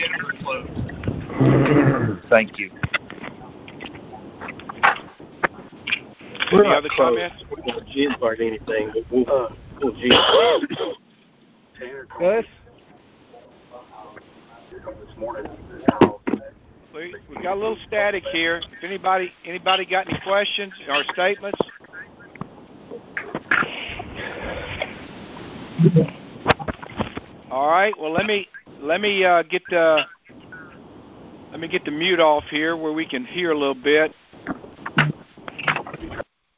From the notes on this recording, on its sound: August 2022 Monthly Conference Call On Cotton.